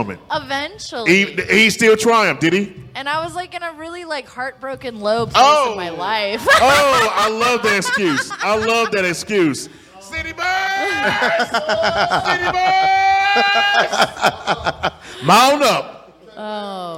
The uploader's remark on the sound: Live from Peppers Bar & Grill.